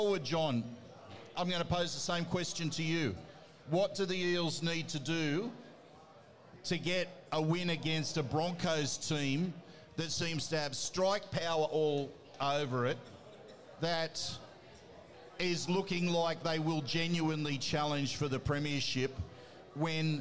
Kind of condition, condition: setting, busy venue